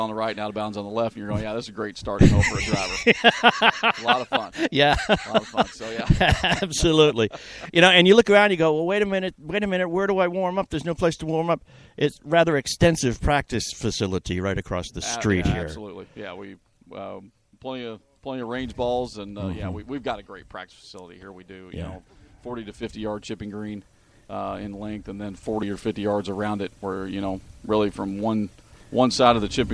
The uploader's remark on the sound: Live from The Polo Fields